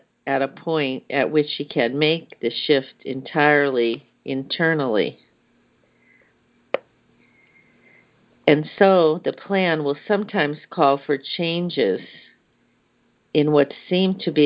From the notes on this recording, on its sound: ACIM Daily Conference Call.